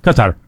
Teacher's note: They pronounce it without the emphasis on either syllable, so it's like Qatar.